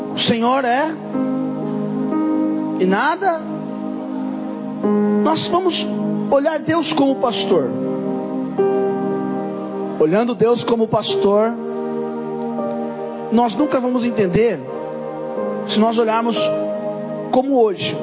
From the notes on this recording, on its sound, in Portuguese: Mensagem gravada em 07/01/2024 - Culto da Família